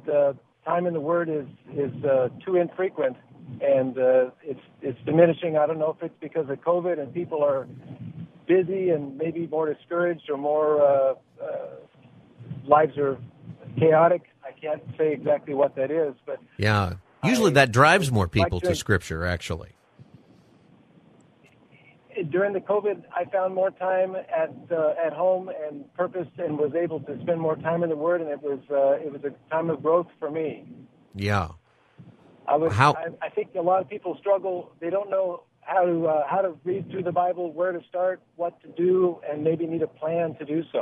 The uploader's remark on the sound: Asks his listeners to call in and give perspective on their interest in the bible.